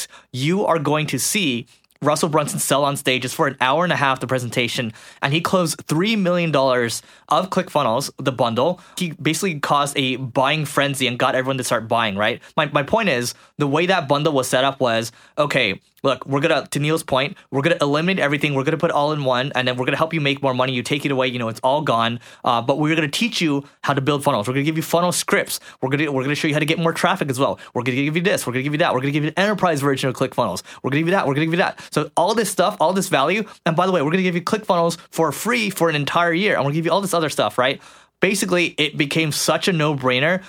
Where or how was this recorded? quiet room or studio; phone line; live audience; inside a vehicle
quiet room or studio